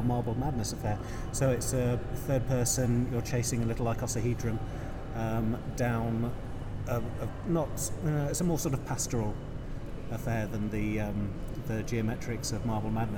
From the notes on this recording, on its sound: A special episode recorded at EGX 2018. Sit around a microphone in what turned out not to be the quietest part of the Birmingham NEC.